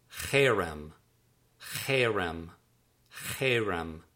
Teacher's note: the accent on that word is in the first syllable rather than the last syllable that we're used to